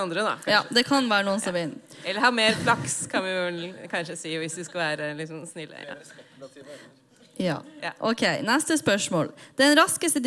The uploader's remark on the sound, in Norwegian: Live fra Uhørt! Dino & vino er et liveshow der vi drikker vin og snakker om dinosaurer, og alle er invitert!